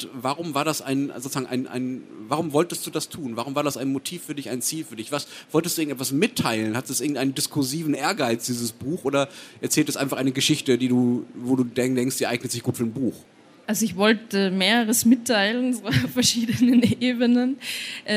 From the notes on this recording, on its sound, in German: Beim Livepodcast auf der Buchmesse Wien